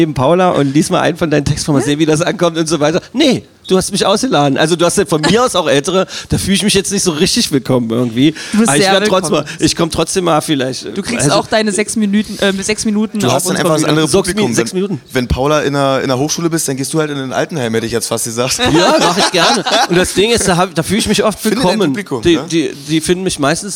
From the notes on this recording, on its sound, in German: Im MAGDEpodcast Spezial - live vom Advent im Ravelin.